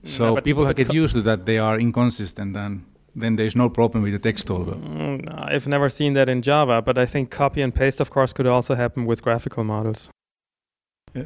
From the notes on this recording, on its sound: It was recorded at the Model-Driven Development and Product Lines: Synergies and Experience conference in October 2006 in Leipzig. It was recorded at the Model-Driven Development and Product Lines: Synergies and Experience conference in October 2006 in Leipzig.